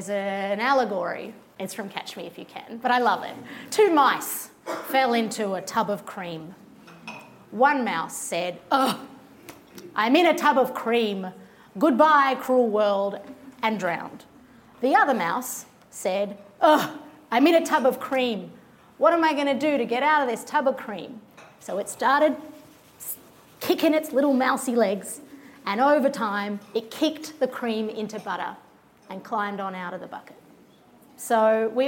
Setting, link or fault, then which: setting, live audience